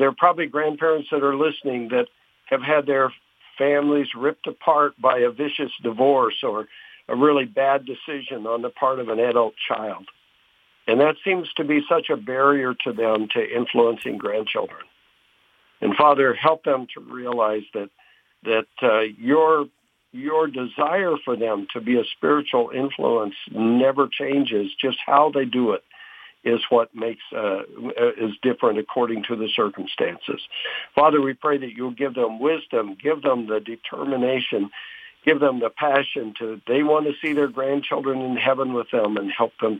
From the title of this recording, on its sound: With Phone Guest